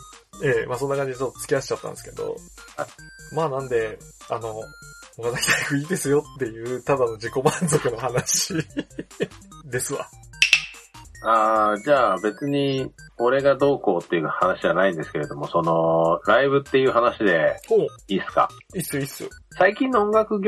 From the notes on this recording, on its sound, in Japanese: 例によってSkype収録なので音質は悪いですがご了承ください！